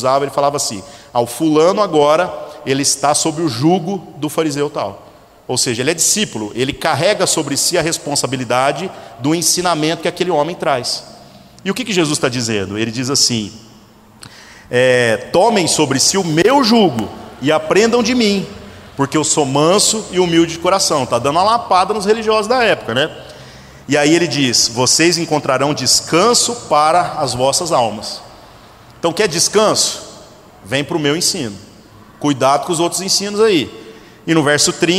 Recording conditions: large echoing room